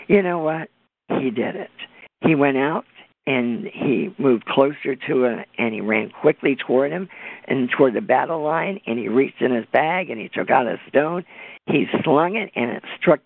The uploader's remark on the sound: On this Conference Call. Answering questions that were submitted this past weekend from standers around the world.